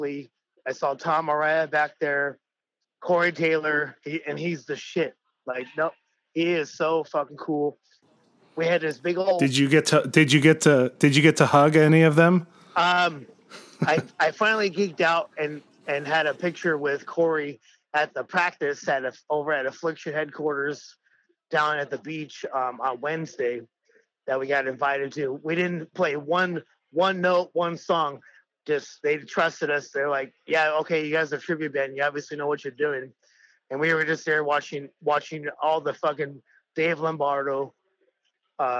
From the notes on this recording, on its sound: We got this phone interview